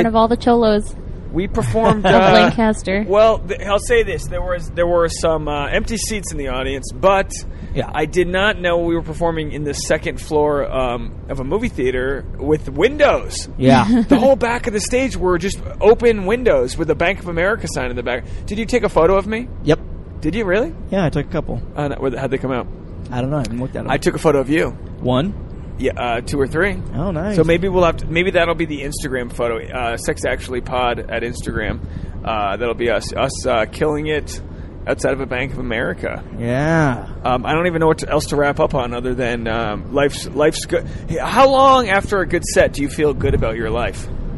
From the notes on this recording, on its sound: On this carcast episode. As they drive to a standup show.